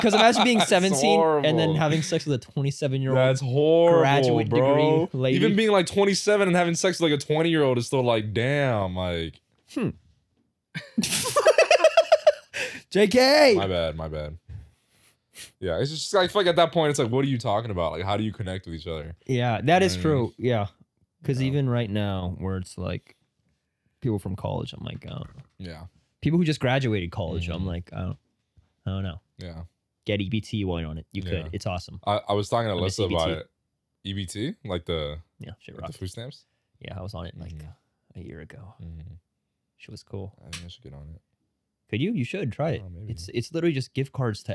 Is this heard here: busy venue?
no